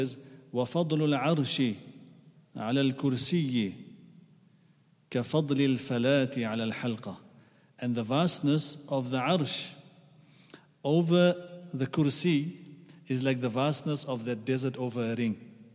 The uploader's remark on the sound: at the Houghton Masjid (West Street)